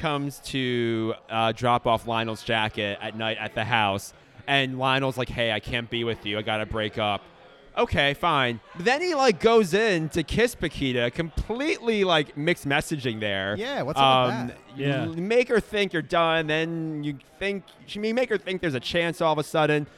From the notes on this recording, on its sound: LIVE FROM DEW POINT BREWING COMPANY IN YORKLYN, DE